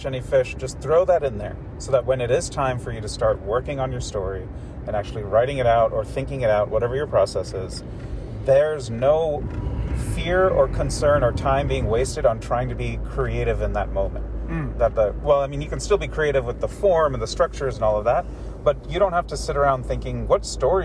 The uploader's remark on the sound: Our conversation, which focuses on the mundane, the magical and the minutiae, takes place in my car, driving him to RDU Airport, after he and a handful of other storytellers descended on Durham, (NC) where they absolutely crushed the GRIT stage.